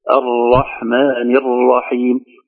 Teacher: طرف اللسان يرتعد ارتعادة خفيفة غير ملحوظة، ويكون لا شديد محبوس الصوت ولا يخرج بسهولة هكذا. مالك · Term: الراء